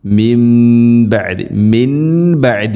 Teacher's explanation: അതുപോലെ തന്നെ മിൻ ബഅദി, സാക്കിന നൂന് ശേഷം ബ ആണ്, ഇഖ്ലാബ് എന്നാണ് പറയുക. നൂനിനെ മീമാക്കി മാറ്റി മണിക്കണം